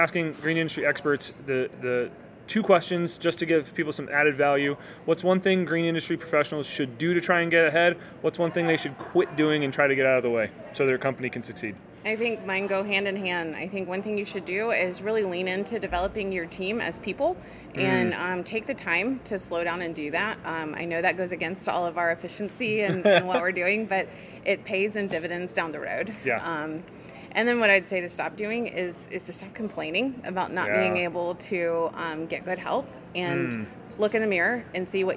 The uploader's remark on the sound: BONUS content recorded at SYNKD Live 2024! BONUS content recorded at SYNKD Live 2024!